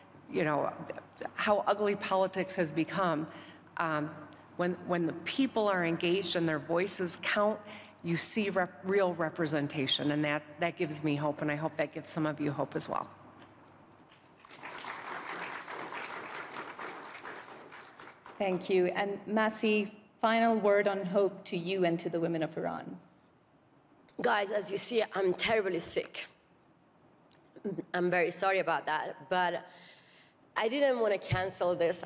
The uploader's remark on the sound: This session was recorded 19 January at the World Economic Forum 2023 Annual Meeting in Davos, Switzerland.